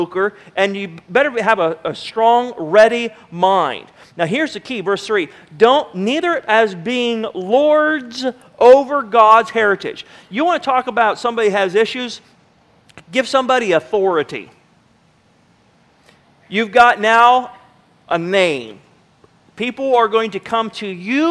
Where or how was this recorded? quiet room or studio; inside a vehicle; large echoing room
large echoing room